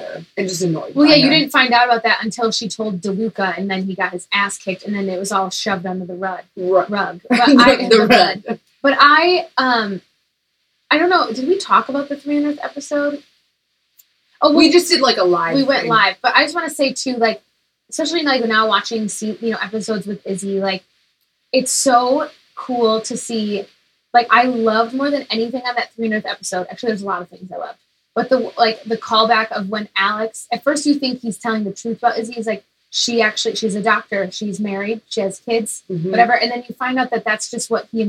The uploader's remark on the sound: Recording around Christmas Trees. The ladies are still struggling with sound, they need a new microphone.